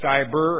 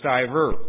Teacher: And it gets spelled both ways because people hear B's when a V is said in the middle of a word